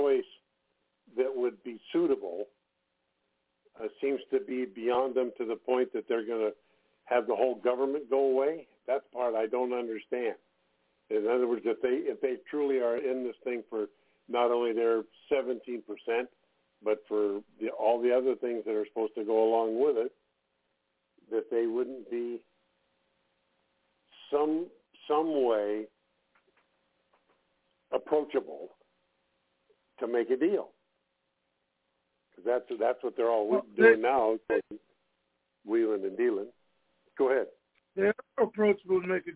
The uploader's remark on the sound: TNTSuperfantastic Conference Call